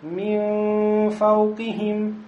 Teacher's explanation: Значит, нун становится ближе к губам, потому что дальше у нас фе. И значит, махрадж нуна переходит в сторону махраджа фе.